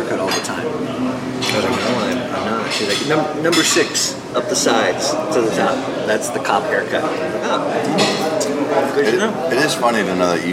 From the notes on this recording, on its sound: At Pagliacci's. Grabs a short rib panini with comedians.